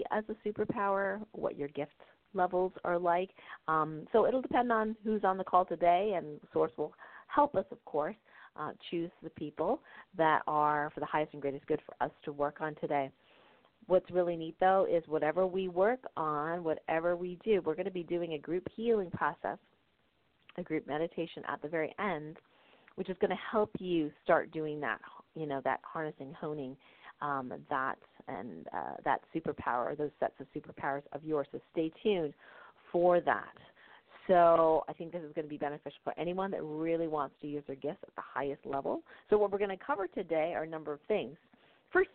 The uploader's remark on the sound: During this show I will be taking live callers and doing mini-readings.